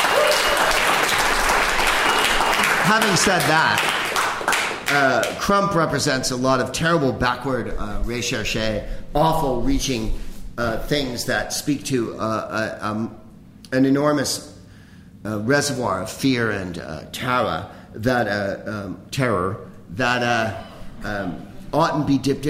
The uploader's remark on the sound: Live from The Upfront Theatre in Bellingham